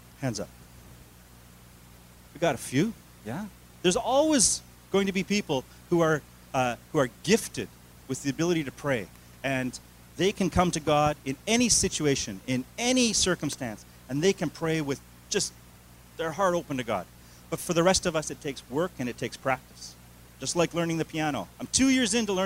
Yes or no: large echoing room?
yes